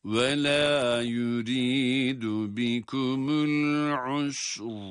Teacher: Ayın ötresiyle sin harfine ve ince olarak okunuyor. El-usr dedik ama sonrasında ra kalın okunacak.